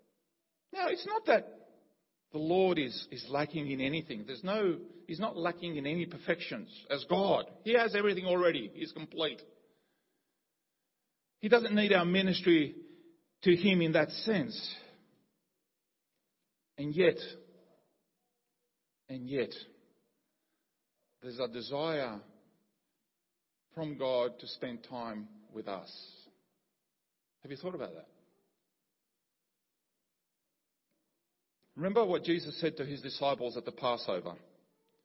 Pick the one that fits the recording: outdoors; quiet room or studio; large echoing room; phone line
large echoing room